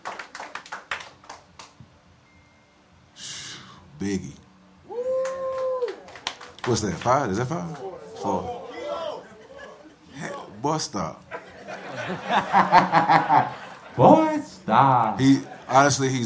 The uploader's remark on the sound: we take our talents down to Atlanta for a live show